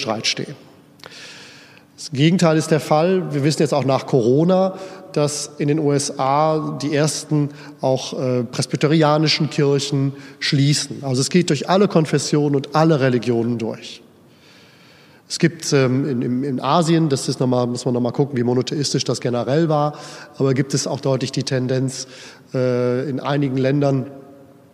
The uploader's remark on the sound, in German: Hielt im Rahmen der Pastoralkonferenz am 24. November 2021 in der Erfurter Brunnenkirche diesen Vortrag.